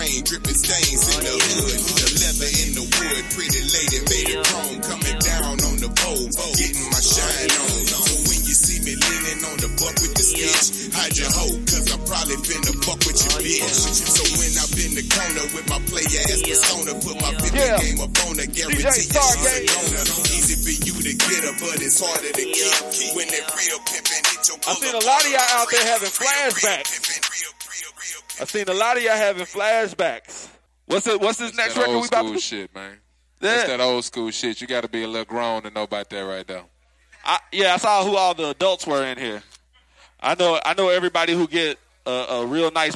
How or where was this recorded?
busy venue